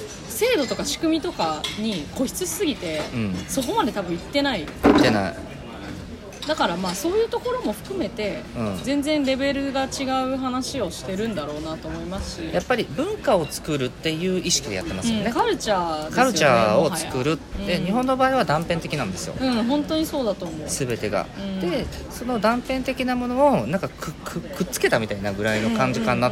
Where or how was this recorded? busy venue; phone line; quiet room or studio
busy venue